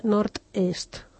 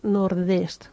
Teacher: Això vol dir que la D de nord es manté com una T a l'hora de pronunciar-la · Shown in: first take · Term: una sorda, la T